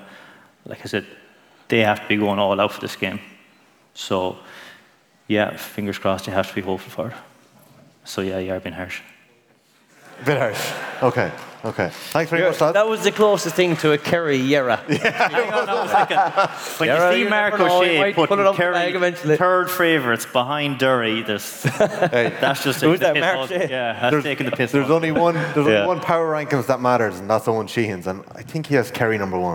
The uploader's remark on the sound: TFP LIVE in Castlebar. Welcome to the very first live roadshow of The Football Pod. The Football Pod LIVE in Castlebar.